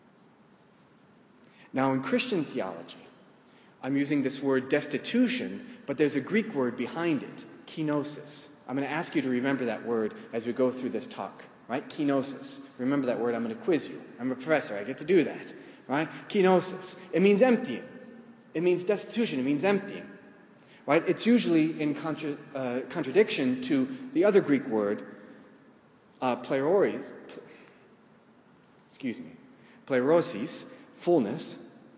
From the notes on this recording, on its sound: In the course of the talk, I lead the audience